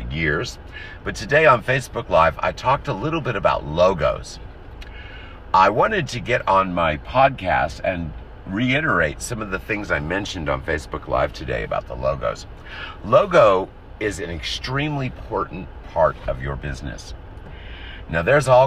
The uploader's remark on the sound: in the car